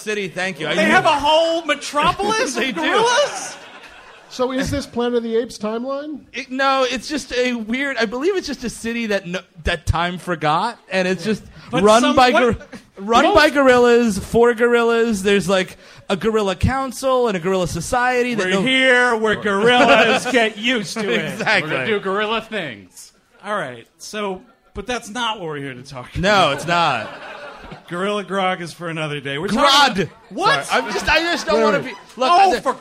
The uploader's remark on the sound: Recorded live at the Lily Pad in Cambridge, Massachusetts - March 21st, 2015